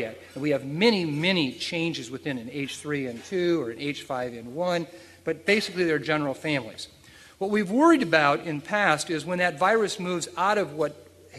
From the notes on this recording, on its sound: at the 2006 Freeman Spogli International Conference